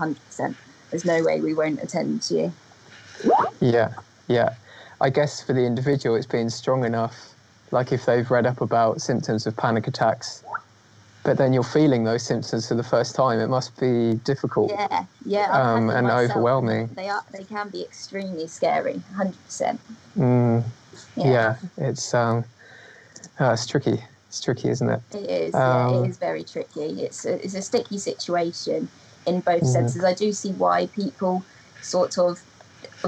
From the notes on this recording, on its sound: In this episode we share some audio highlights of Statement Art's first-ever live online event, The Great Disorder. The event was a private view with a difference.